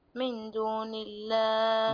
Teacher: عندنا نون ساكن وبعدها الدال إخفاء حقيقي